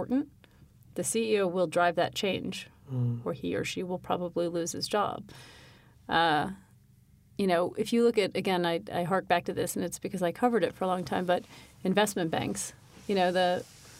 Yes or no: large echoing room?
no